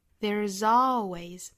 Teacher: 那美音的话我们注意到的点呢，首先是 there 发完整之后再去加 z 的发音。 There'salways，那 always 这个 always 的元音跟刚才说英音的那个 always 不一样了。